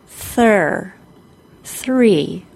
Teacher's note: It takes a lot of tongue movement to get from the unvoiced TH into the R sound. The unvoiced TH happens at the front of our mouth with our tongue very near the top front teeth. Air gets pushed out the very small opening between our tongue and our front teeth, and we get this sound.